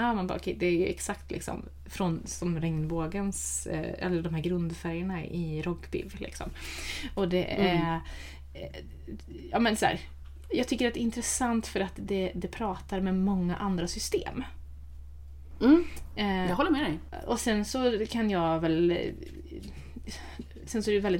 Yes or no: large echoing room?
no